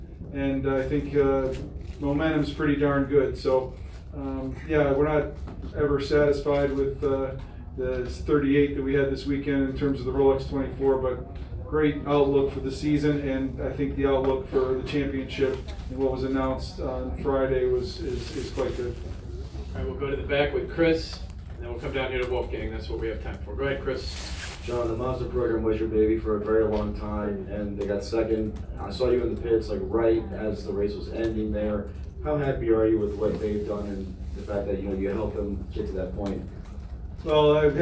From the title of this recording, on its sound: Live from Daytona